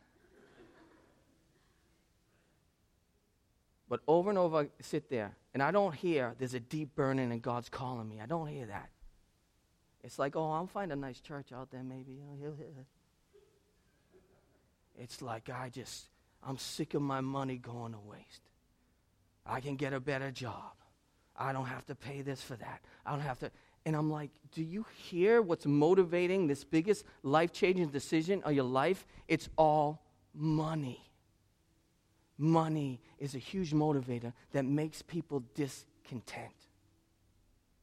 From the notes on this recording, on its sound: In this sermon preached 2/19/2017 at Restoration Road Church